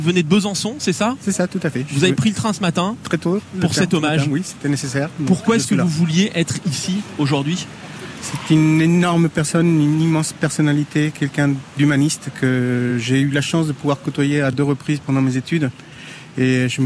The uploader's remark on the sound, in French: Édition spéciale en direct de la Place Vendôme pour l'hommage national à Robert Badinter.